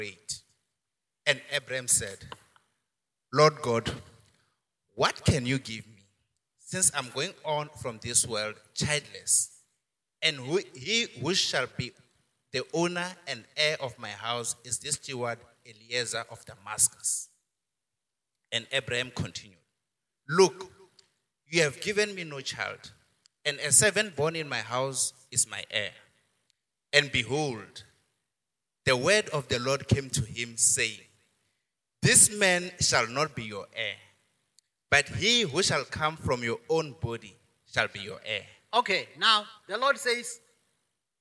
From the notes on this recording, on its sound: preached at Jesus the Saviour Church, Kuilsriver Branch, Cape Town on 26 September 2021